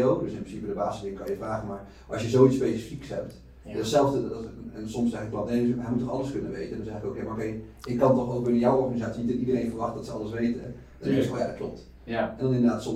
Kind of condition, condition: fault, poor sound quality